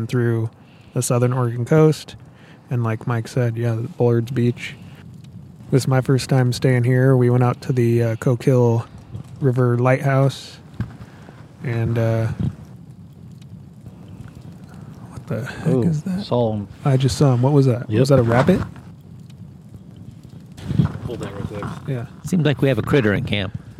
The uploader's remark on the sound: Bullards Beach Campout. We were able to fit in a first attempt at a mini podcast recording during our recent campout at Bullards Beach State Park in Bandon, Oregon. Bandon Bicycle Works (a former bike shop in the area) organized a "backyard bike camping" overnighter.